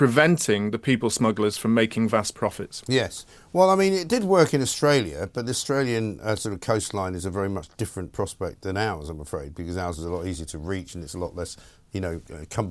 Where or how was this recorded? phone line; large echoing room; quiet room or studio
quiet room or studio